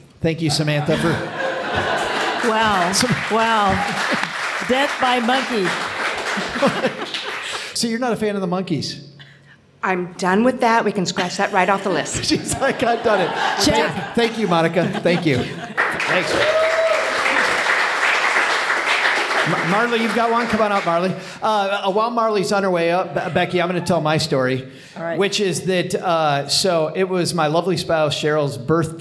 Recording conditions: live audience